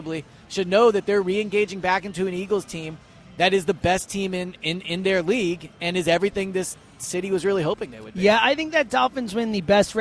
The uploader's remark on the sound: live at Parx Casino